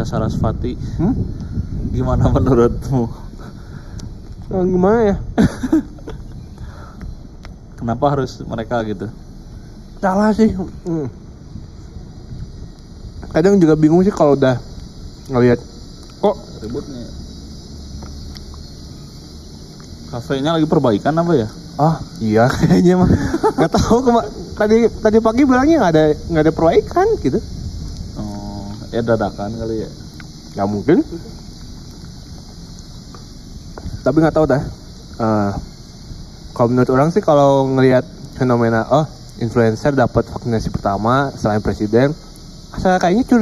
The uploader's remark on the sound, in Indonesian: Amateurism, Suara Kresek-kresek. Berani ngomong tatap muka 1 lawan 1 di podcast ini.